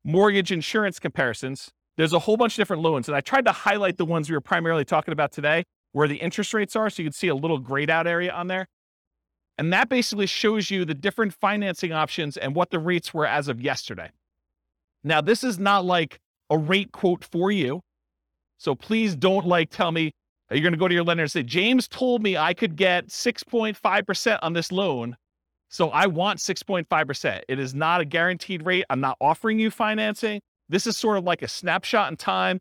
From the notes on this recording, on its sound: This was a live class recorded